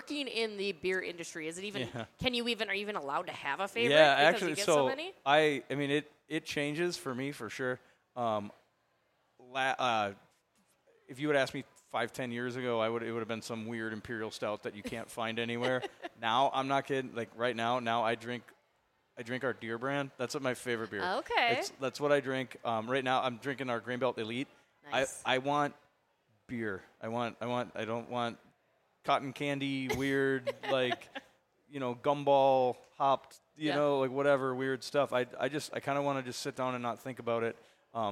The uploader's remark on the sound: Went live from JL Beers in Burnsville as preseason camp for the Minnesota Wild began.